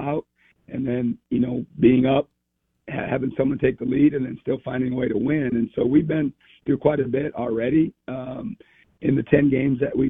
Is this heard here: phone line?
yes